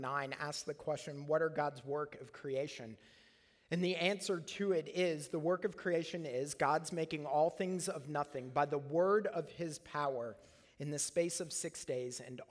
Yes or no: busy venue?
no